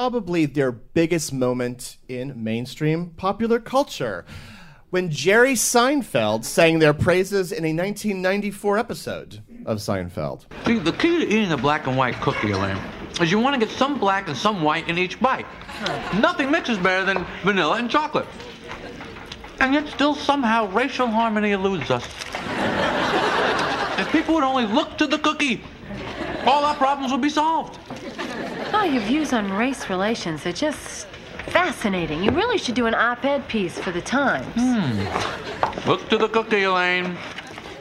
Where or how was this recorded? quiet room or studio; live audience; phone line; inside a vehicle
live audience